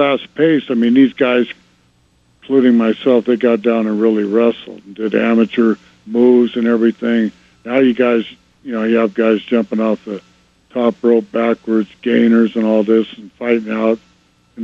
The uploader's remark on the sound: Called.